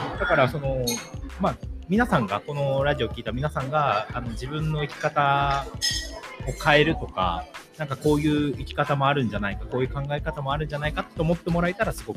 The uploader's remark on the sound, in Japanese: 逗子にある渚橋珈琲で、読書会をやり、その後ラジオ収録してみました